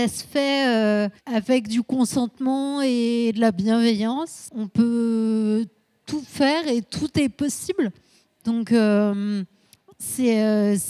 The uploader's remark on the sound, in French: À l'occasion de la 2e édition des Nuits aux Magasins.